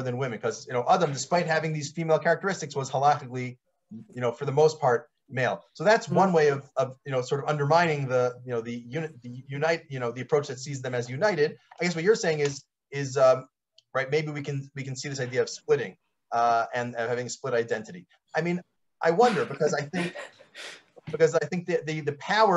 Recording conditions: video call